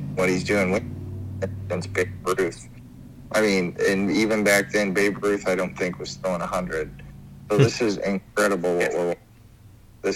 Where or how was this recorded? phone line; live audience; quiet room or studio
phone line